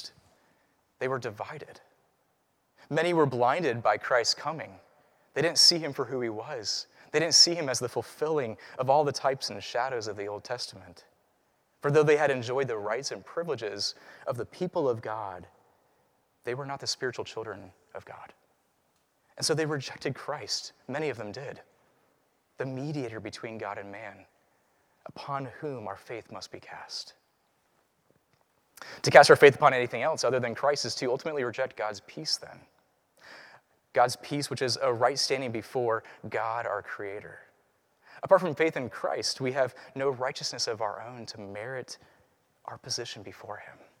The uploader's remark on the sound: Preached at Christ Covenant Presbyterian Church, PCA (Culpeper, VA).